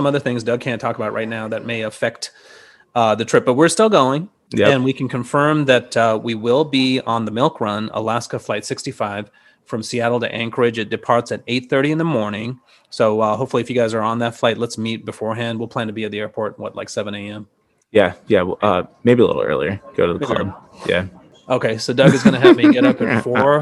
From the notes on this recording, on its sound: This episode was taped from Delta’s SkyClub at Detroit so enjoy (or excuse) the background noise!